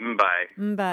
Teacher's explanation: You basically have the elongation of the lips staying closed before you do the B sound. So because there's you're voicing the "mbye." So you're just dragging out that.